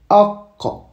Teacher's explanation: le qaf vient du fond de la gorge